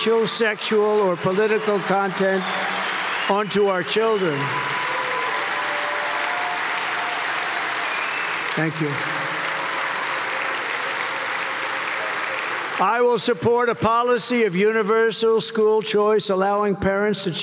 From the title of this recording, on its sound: Live In Nashville! Conversations from the National Religious Broadcasters Convention